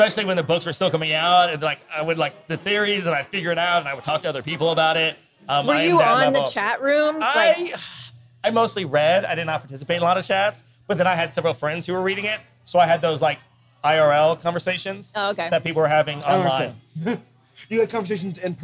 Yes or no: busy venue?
yes